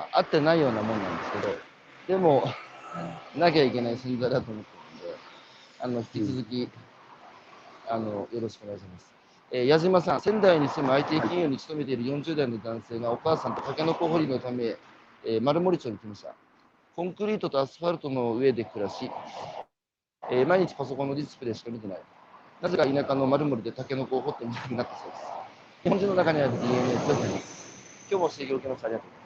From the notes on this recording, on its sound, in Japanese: 歩きながら1時間、対談する。